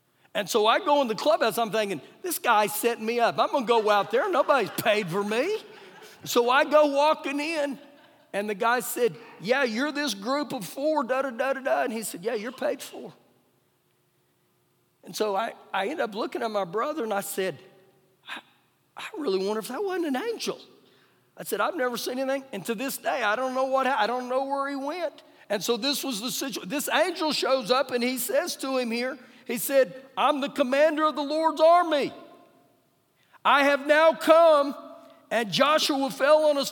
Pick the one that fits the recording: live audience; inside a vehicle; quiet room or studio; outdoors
live audience